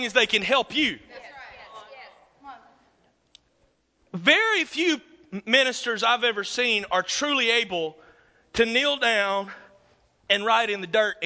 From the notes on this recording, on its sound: This is a session I did from a ministers’ conference in 2009.